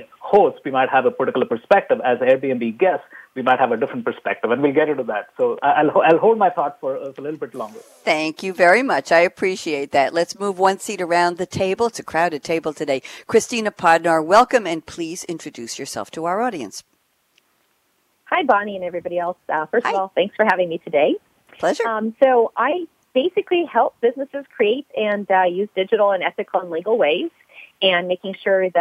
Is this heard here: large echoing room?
no